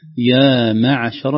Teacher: أول ما ينبغي أن ننبه عليه في أول كلمة: يا معشر، لا نقول يا معشر، ما هذا تفخيم للميم والميم لا تفخم أبدا. يا معشر ترقيق الميم والعين، يعني الكلمة كلها مرققة إلا الحرف الأخير الراء عند وصله